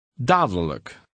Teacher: Notice that the middle D in this word is almost silent. Also, the L-I-J-K ending is always unstressed and is pronounced.